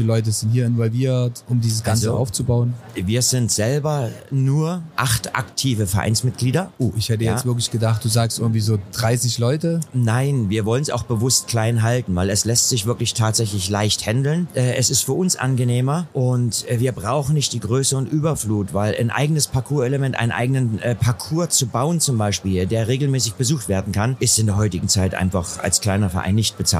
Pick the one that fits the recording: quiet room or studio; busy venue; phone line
busy venue